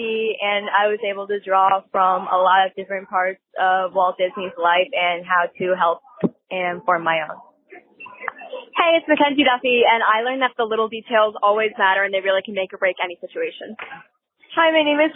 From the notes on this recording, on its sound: Live Review of Katsura Grill in Japan in EPCOT. As we gather around a table in the outdoor, upper level seating area at Katsura Grill in the Japan pavilion in EPCOT.